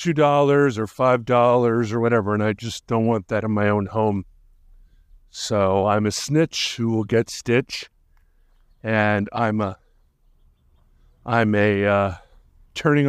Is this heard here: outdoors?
yes